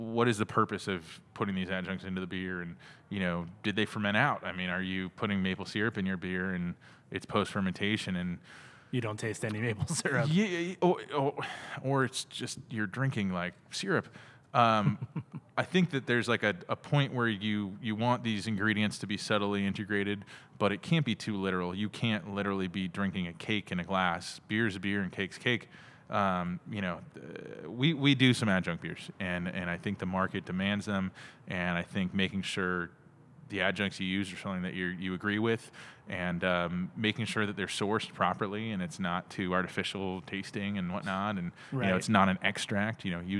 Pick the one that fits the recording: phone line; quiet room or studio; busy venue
busy venue